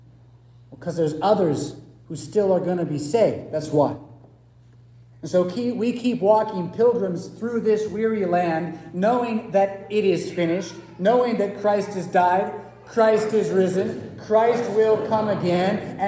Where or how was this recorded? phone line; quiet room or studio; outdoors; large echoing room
large echoing room